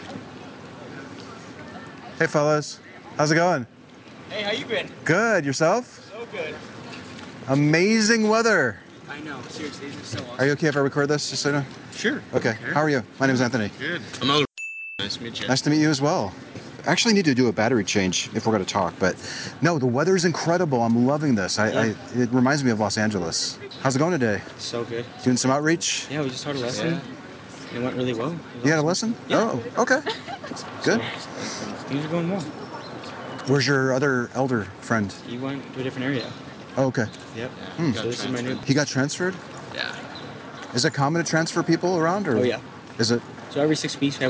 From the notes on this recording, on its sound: Location: San Antonio, Texas. Recorded w/Go-Pro.